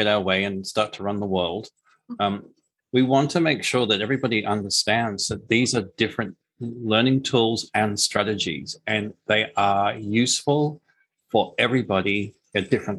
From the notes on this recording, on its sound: this was initially recorded as a video webinar